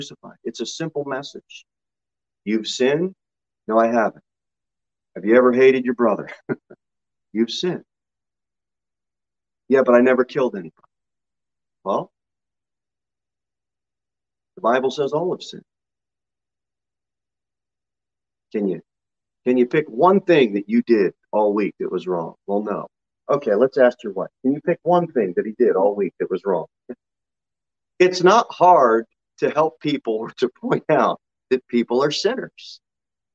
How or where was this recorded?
large echoing room